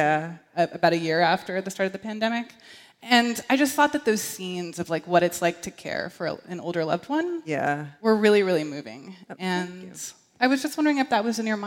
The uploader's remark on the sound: In front of a live audience at D.C.’s Sixth & I synagogue, in partnership with Politics & Prose.